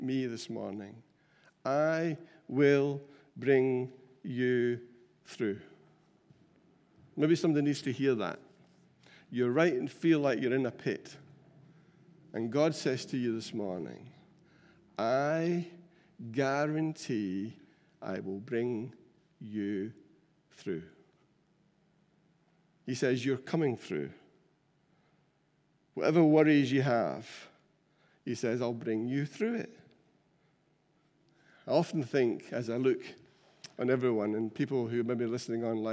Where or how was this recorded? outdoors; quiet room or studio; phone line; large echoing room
large echoing room